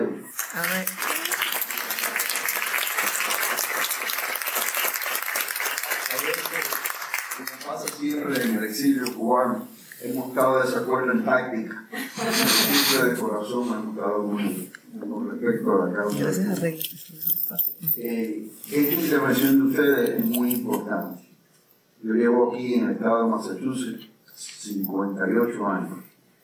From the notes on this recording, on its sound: This episode features a Q&A session at Harvard University.